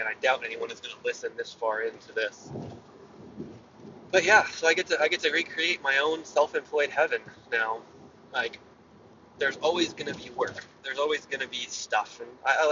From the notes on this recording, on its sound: Car Ramble. I ramble while driving.